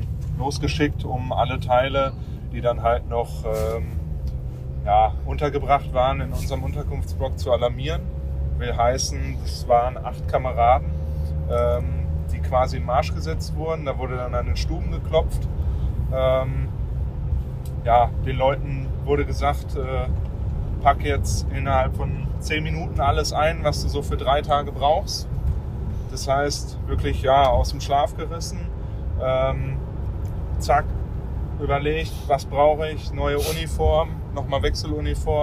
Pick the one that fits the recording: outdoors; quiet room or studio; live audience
outdoors